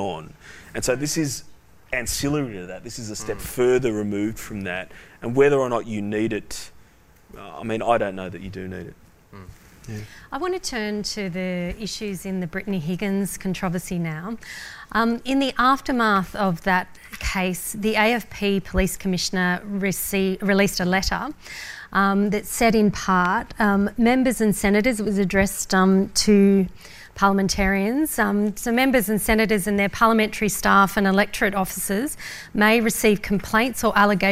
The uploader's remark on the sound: The Wigs Live. Recorded at the NSW Public Defenders conference on Sunday 14 March, 2021 before approximately 500 conference delegates. The annual PD's conference is NSW premier criminal law conference.